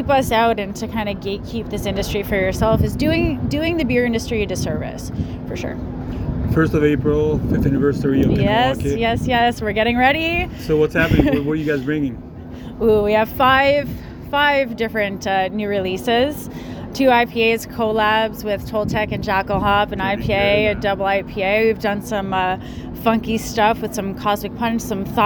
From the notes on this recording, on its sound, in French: à l’événement Festival Brassoeurs of Saint-Jean-sur-Richelieu en mars 2023